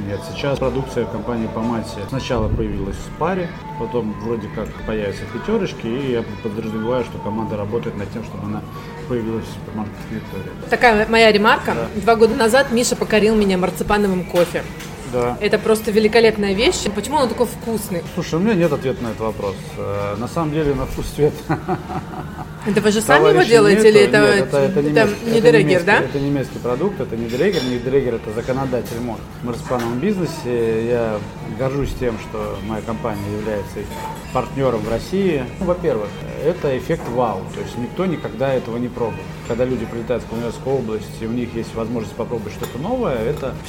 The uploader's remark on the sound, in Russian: Выпуск записан в ресторане "Napoli Gastro" в формате мукбанг!